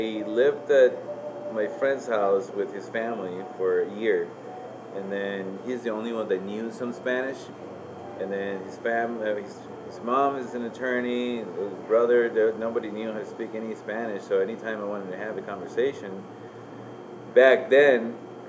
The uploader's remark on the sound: This interview was recording on-site during business hours. We wanted to capture some of the ambience; while doing that we also capture some misc noises.